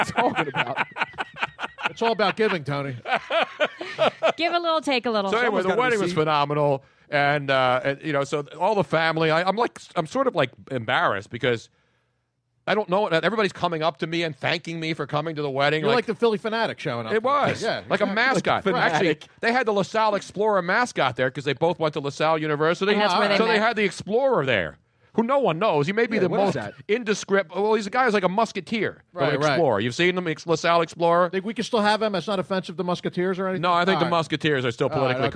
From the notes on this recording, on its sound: We just so happen to have some Vermeil Wine to share with our live studio audience.